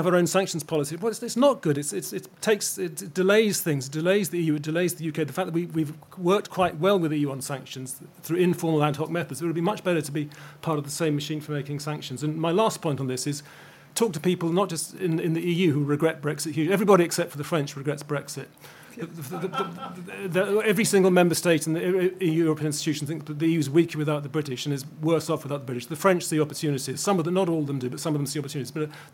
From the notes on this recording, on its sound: a fringe panel from the Conservative Party Conference